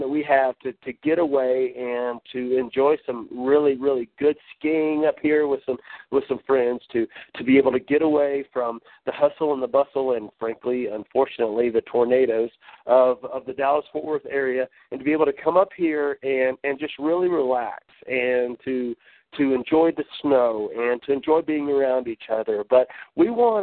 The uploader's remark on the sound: Team Elite Conference Call.